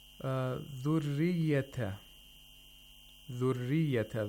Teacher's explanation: The ra is thin with an empty mouth, · Term: tarqiq